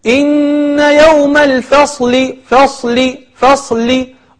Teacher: ثم بعد ذلك كلمة الفصل صاد وفاء وصاد ولام، الفاء حرف مرقق والصاد حرف مفخم واللام حرف مرقق